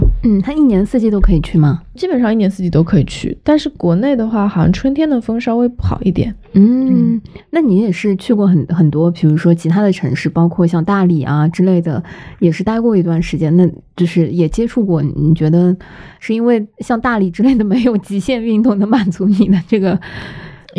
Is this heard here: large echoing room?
no